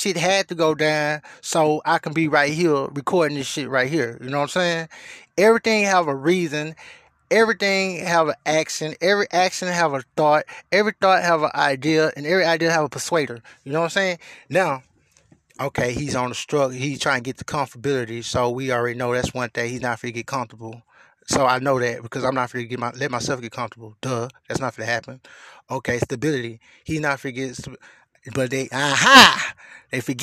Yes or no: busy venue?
no